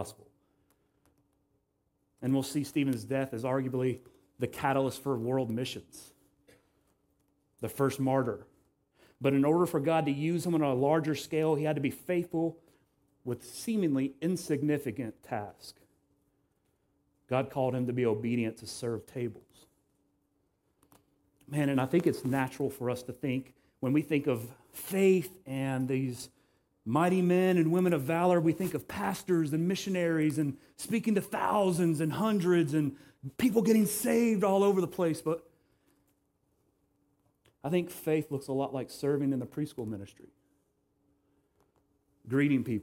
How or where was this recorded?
large echoing room